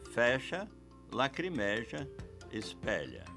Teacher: parece haver uma tendência a pronunciar, no linguajar coloquial, com timbre aberto.